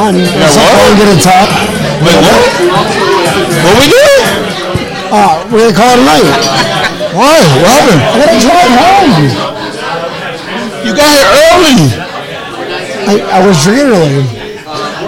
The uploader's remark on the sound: Live at the Crazy Horse Saloon in West Palm Beach